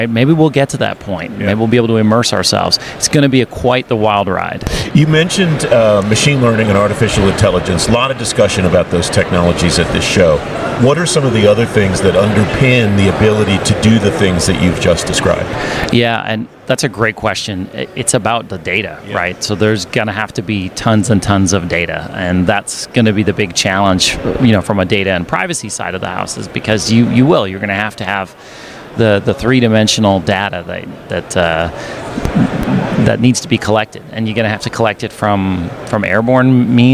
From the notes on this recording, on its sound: This podcast was recorded at GEOINT Symposium 2023 , hosted by the US Geospatial Intelligence Foundation, in St. This podcast was recorded at GEOINT Symposium 2023 , hosted by the US Geospatial Intelligence Foundation, in St.